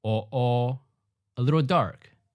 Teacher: First tone, high flat, drops down to the middle line and becomes a seventh tone, mid flat instead